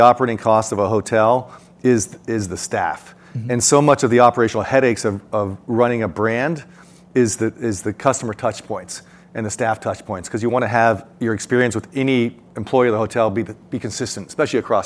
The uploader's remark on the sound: The event was recorded at Ogilvy's headquarters in New York City on January 19, 2022.